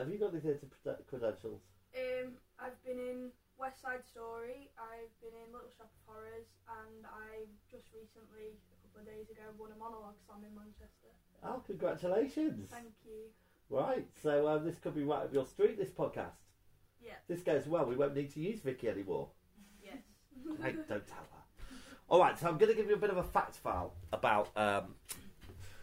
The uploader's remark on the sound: Apologies for the sound quality on this one, one of the recorders didn't work!